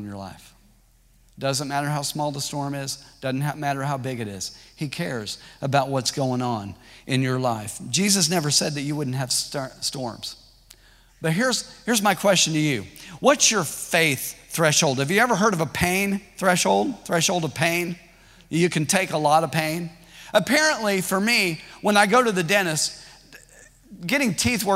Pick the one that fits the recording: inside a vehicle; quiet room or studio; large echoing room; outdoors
large echoing room